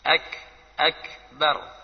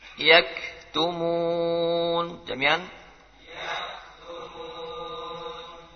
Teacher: Kalau disukun harus lebih jelas desisnya. Lebih jelas desisnya, ada hamasnya di situ.